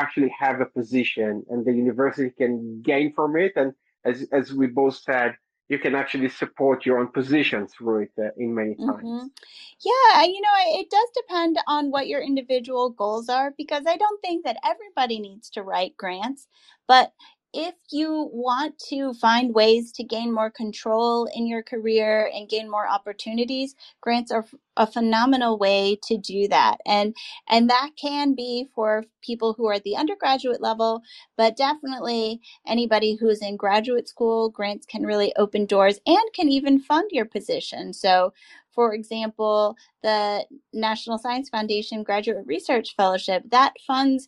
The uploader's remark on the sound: This episode is actually a book launch event.